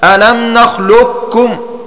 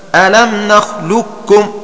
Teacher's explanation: فمن أهل الأداء من أبقى صفة استعلاء القاف · Shown in: first take · هكذا: ألم نخلقكم.